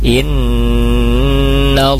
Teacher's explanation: ada tafhim lafad Allahnya karena sebelumnya adalah fathah